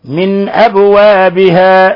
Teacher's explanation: نون ساكنة جاء بعد الهمزة، حكم التجويد إظهار حلقي، والباء لما سكنت قلقلت